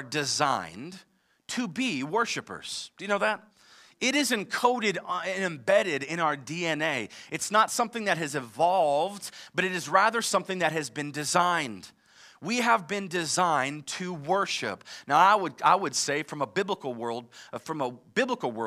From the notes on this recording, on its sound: live from Covenant Church